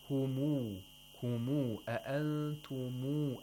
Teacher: You have to lengthen the mim like a long vowel, waw, like a waw.